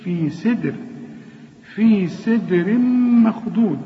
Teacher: الدال هنا لازم نقلقلها، والسين في آخر درجات الترقيق، في سي، شوف في سدر، في سدر مخضود، هنا تنوين سدر، التنوين اللي بعده ميم، إدغام كامل بغن.